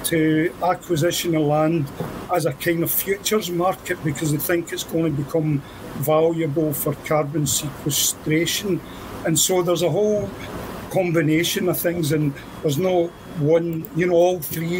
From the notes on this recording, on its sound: interviews some of the activists protesting outside of Queen Elizabeth House in Edinburgh